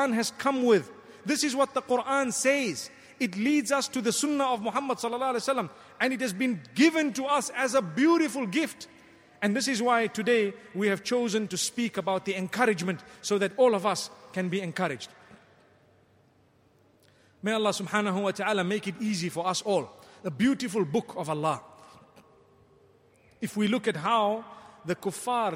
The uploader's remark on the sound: Delivered at Tuanku Mizan Zainal Abidin Musjid.